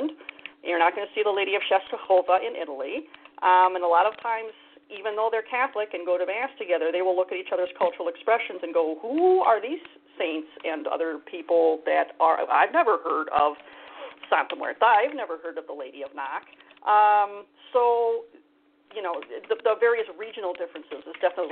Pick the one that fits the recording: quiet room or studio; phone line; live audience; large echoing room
phone line